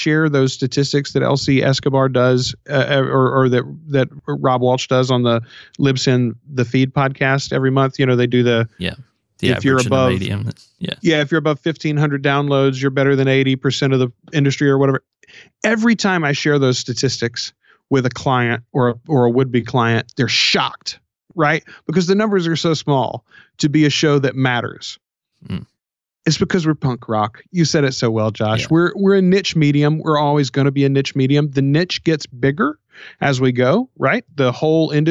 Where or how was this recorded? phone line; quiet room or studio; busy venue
quiet room or studio